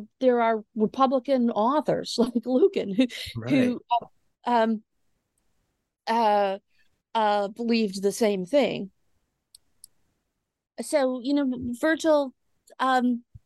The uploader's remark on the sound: We also had to host over zoom, so while each audio track contains both participants, there are two tracks because I do not have premium.